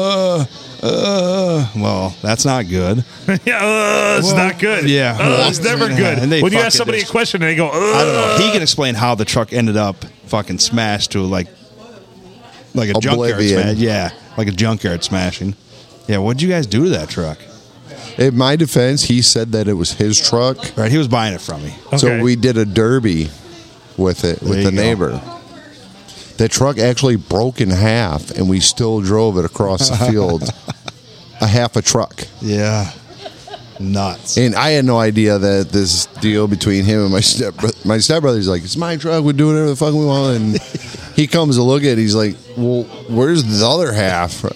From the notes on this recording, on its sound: Recorded on a Saturday during the dinner rush at the Blue.